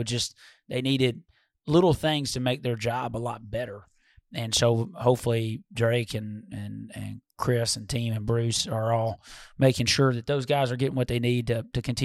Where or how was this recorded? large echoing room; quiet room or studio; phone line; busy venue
quiet room or studio